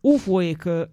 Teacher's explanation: perché poi a fine parola la vocale cade e diventa una schwa